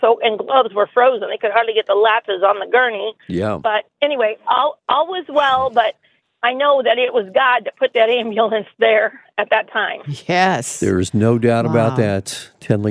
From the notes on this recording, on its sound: This morning, listeners phoned